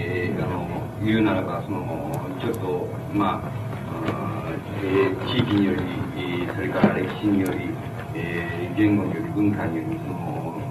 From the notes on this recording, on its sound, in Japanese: 音質：２。場所：文京区民センター。止揚の会と西荻南教会によるイベント 「共同体論ティーチイン」での講演。周辺のノイズが入っており、 音質はあまりよくない。